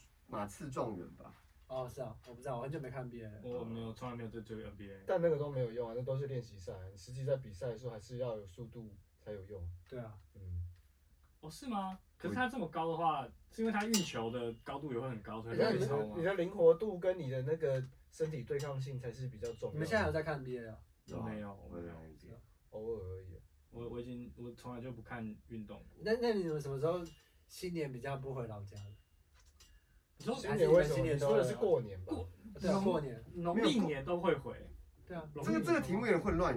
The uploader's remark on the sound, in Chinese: 錄音重大失誤，抱歉！我們忘了按下介面器上的錄音按鍵。